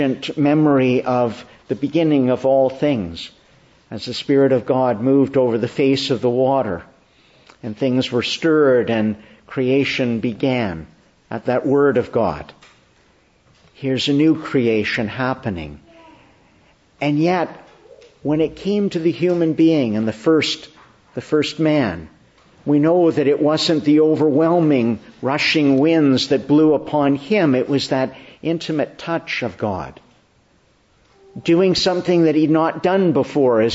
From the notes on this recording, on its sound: Morning Service. Preached in the Church of the Annunciation of the Blessed Virgin Mary, Ottawa on the feast of Pentecost/Whitsunday.